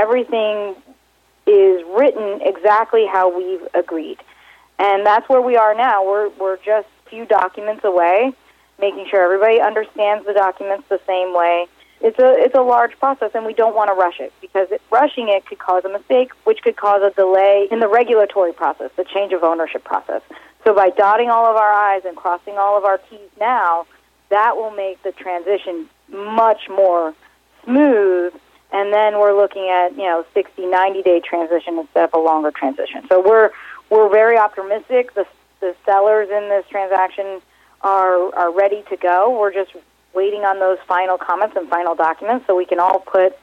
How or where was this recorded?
phone line